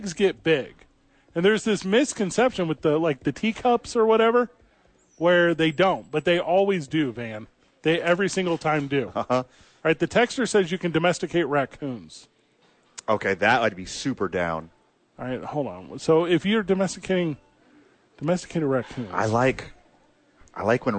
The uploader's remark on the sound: live from the YMCA!